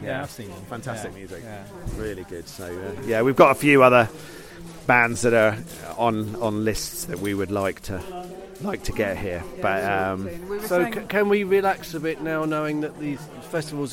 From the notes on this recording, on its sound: Chats with various festival goers at Deepdale Hygge in late March. Chats with various festival goers at Deepdale Hygge in late March. We start the podcast with the dawn chorus from Deepdale.